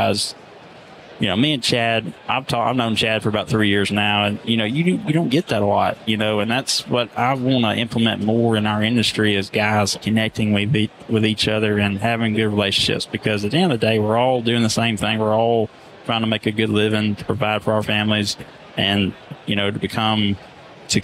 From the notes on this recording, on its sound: Live from Pod-Row at the Huge Convention